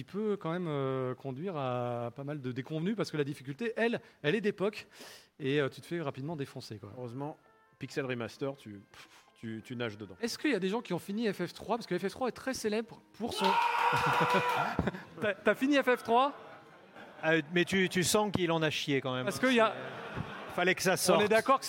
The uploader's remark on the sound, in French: L'équipe de SUMIMASEN TURBO part en LIVE depuis l'ESPOT à PARIS pour une émission spéciale en public.